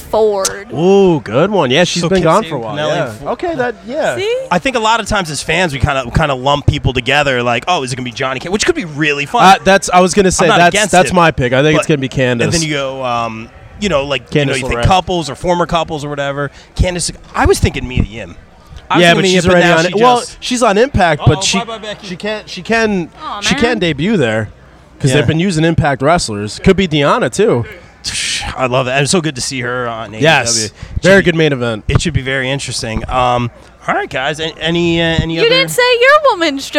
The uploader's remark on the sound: LIVE From Baltimore Celebfest